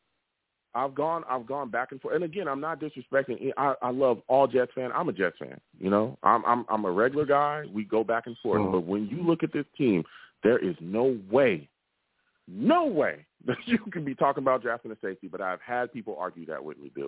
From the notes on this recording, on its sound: I also take live callers!